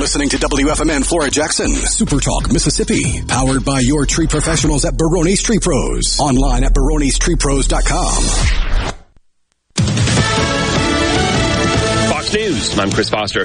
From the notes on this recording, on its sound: Joins the conversation by phone from the road as he is out and about on Primary Day.